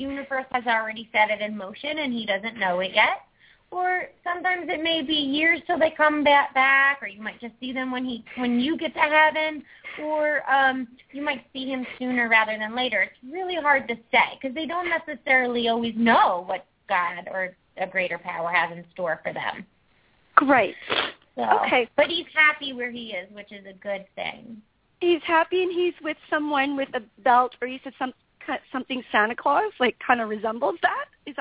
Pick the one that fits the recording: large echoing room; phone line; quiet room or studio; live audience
phone line